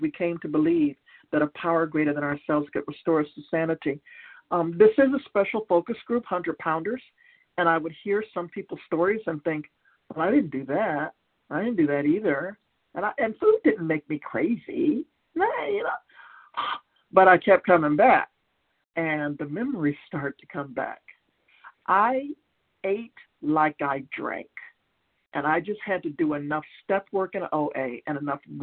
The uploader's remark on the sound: from the 100 Pounders Phone Meeting, 2/7/23